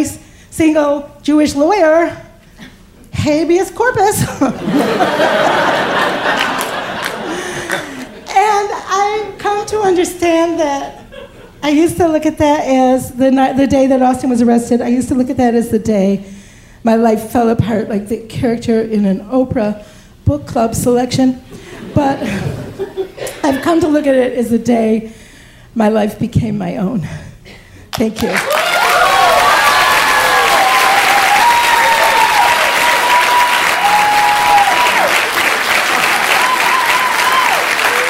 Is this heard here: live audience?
yes